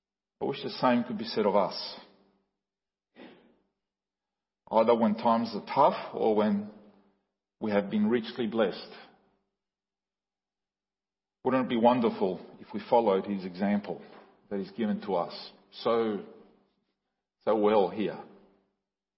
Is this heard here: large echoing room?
yes